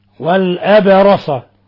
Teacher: باء تقلقل أيضا لأنها ساكنة